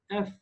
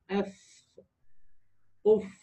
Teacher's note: السنتين اللي فوق دول بيريحوا على ايه؟ على بطن الشفه السفلى · Term: الفاء